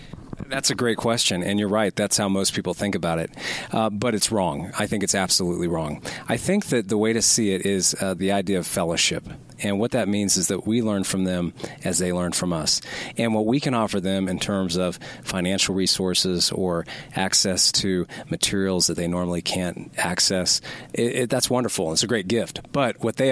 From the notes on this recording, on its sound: from a Colorado Springs Voice of the Martyrs conference